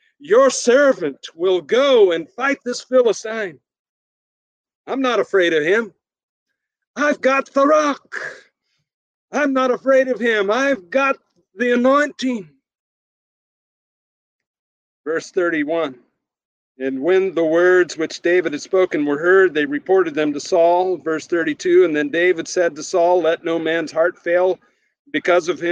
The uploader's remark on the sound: Sermon recorded at Middle East University Church.